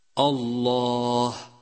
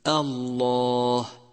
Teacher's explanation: يجب ترقيق الهمزة وعدم تفخيمها فهي مرققة دائما سواء كان بعدها مرققا أو مفخما · Shown in: second take